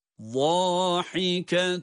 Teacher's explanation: ha harfi ise boğazın ortasından çıkmakta. Vahiketun müstebşirah.